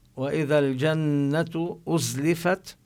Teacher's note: ننتبه للغنة بالنون المشددة في لفظ الجنة، وأزلفت ننتبه لبيان حرف الزاي مع الصفير الذي فيه.